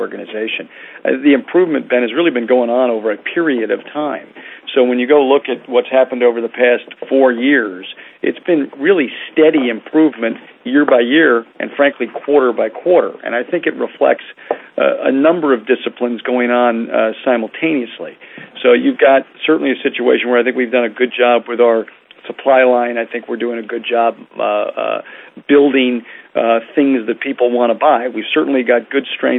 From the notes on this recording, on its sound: Listen to an audio podcast of the earnings conference call.